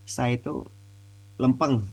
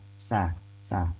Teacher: Karena memang kalau di kaidahnya Muqaddimah Imam Ibnu Al-Jazari itu huruf sin dan huruf sod itu satu tempat, satu makhraj, tapi beda sifat, bukan ya? Huruf sin itu tipis, huruf sod itu tebal.